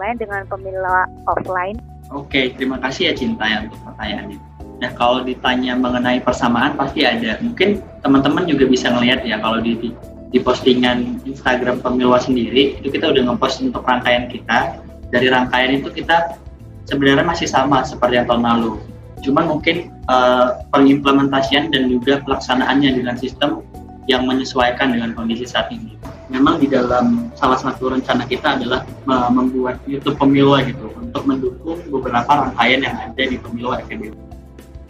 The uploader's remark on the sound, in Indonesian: hanya bisa melambai via zoom meeting